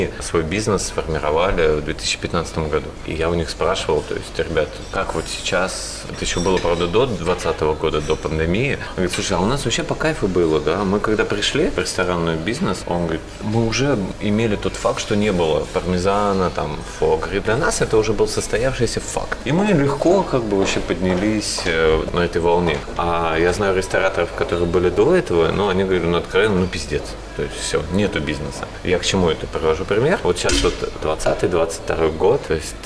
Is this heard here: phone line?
no